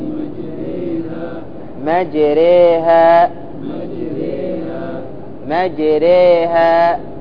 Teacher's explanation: قال معنى الإمالة تقريب الفتحة من كسرة والألف من الياء من غير قلب خالص ولا إشباع مبالغ فيه، أي لا تقول ري ولا تقول راء، إنما وسط، أي تغيير مخرج إلى مخرج الياء، وعليه فتكون فتحة الراء ليست فتحة خالصة ولا كسرة خالصة، وكذلك الألف التي بعد الراء ليست ألفا خالصة ولا ياء خالصة، ولهذا عريت الراء من الشكل في المصحف واكتفي بوضع هذا الشكل تحت الراء.